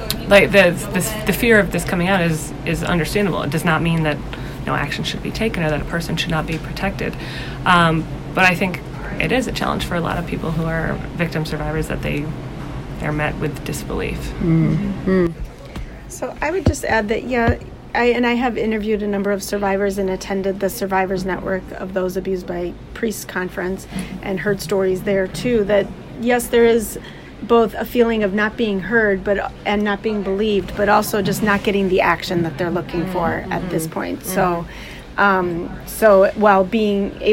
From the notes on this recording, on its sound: These interviews took place at the Women of the Church Conference in October of 2018.